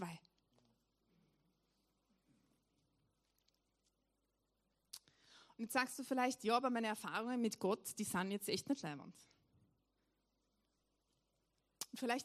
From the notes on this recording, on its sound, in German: Weihnachtsgottesdienst live aus der LIFE Church Wien.